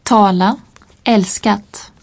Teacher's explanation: Le T se prononce comme en français, mais il est expiré en tête d'une syllabe accentuée.